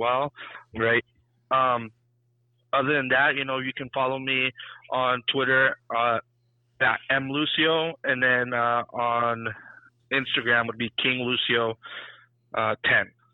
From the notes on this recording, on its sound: The team calls in from remote locations.